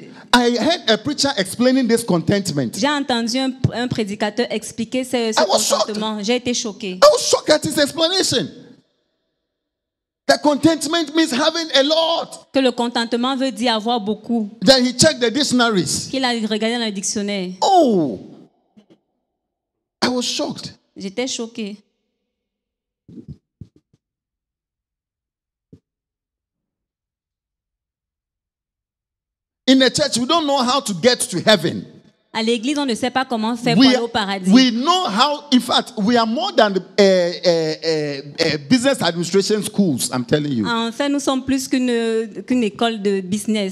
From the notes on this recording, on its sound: Preached during Joyful Hour Sunday Service at FCI ministries